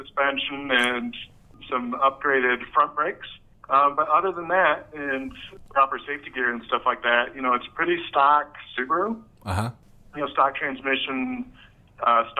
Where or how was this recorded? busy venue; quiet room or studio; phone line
phone line